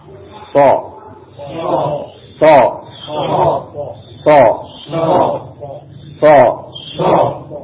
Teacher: makhraj di sini disebutkan dia adalah ujung lidah dengan gigi seri bawah · Term: huruf so